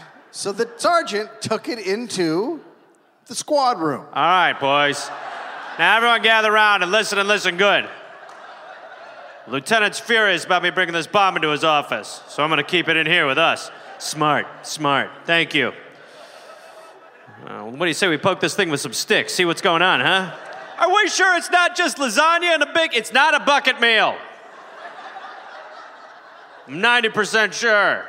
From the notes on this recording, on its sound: Recorded live in Milwaukee.